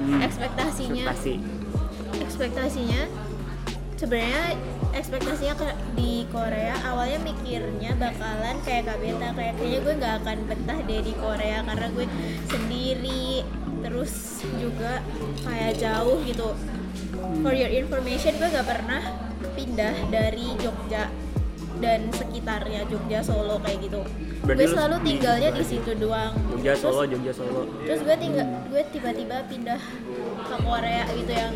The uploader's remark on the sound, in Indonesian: ngobrol LIVE di salah satu cafe di Korea, jadi ambiance-nya agak beda nih dan kerasa di coffee shop gitcu